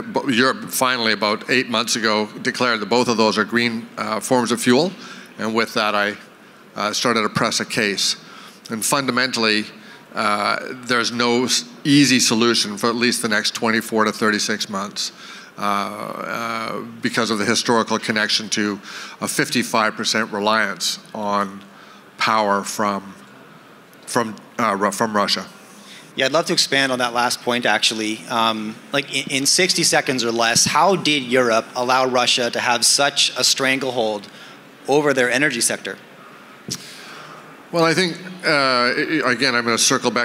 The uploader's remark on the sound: on stage at the VRIC